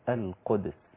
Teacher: كمان انفرد الإمام ابن كثير في روايته في كلمة القدس بإسكان الدال، بإسكان الدال فتصير القدس، وهكذا تقلقل القدس.